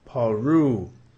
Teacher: tenemos un schwa, no decimos pe